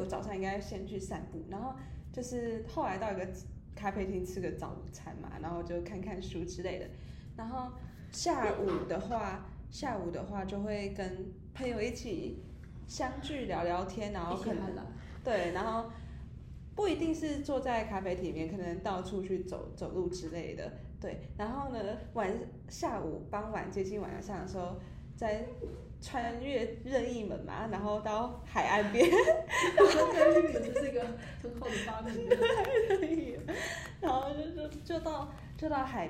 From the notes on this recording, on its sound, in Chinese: 因為我們錄音被提醒音量降低，。所以後半段有一段比較小聲，。